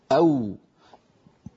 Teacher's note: تخرج من بين الشفتين بانضمامهما إلى الأمام. لاحظوا ماذا كتب: مخرج الواو غير المادية بانضمام الشفتين إلى الأمام مع ارتفاع أقصى اللسان.